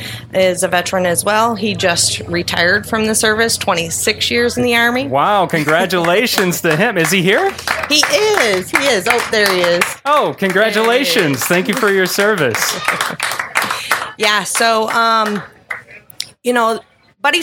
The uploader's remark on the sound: We recorded our very first live episode of Kankakee Podcast at Heroes, Hogs, & Hot Rods in Manteno, IL. This live episode.